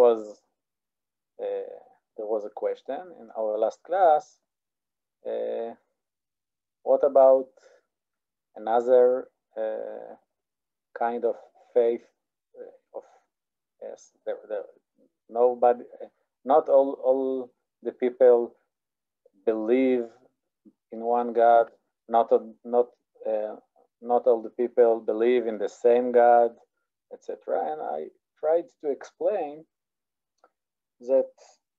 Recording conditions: video call